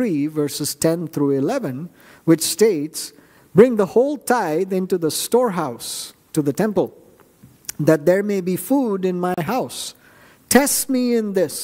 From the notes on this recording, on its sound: at New Life Fellowship Church, Concord, NC, on Sunday, July 23, 2023